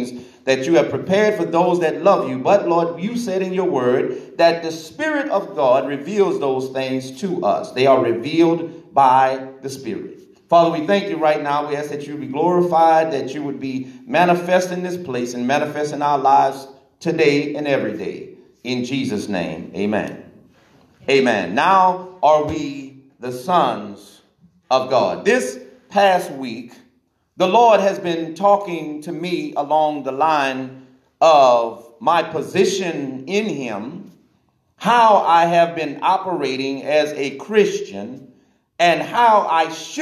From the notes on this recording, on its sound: This message was recorded in the sanctuary of Divine Mission House Of Prayer.